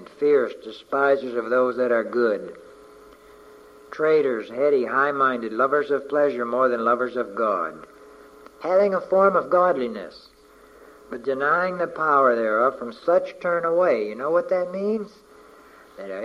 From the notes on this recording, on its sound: From a message preached on May 29, 1988